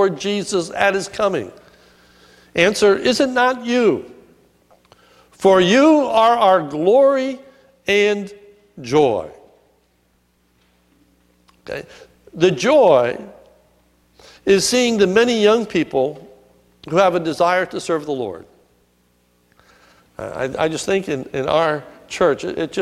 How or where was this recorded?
large echoing room